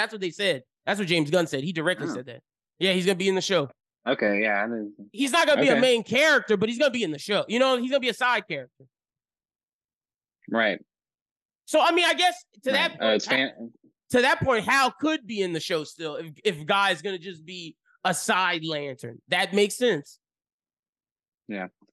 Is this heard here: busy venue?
no